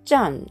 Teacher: 第4声、上から下に急降下する音になります